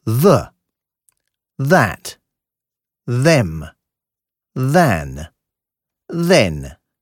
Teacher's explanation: Wird wie ein weiches, gelispeltes S ausgesprochen. Stecken Sie die Zungenspitze zwischen die Zähne und atmen Sie weich und vibrierend aus. · Term: weiche Lispellaut